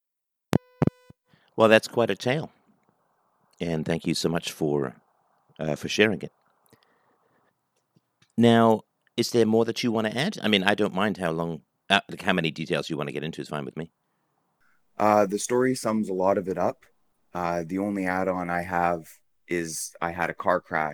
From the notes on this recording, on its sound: Freedomain Call. DLive Livestream.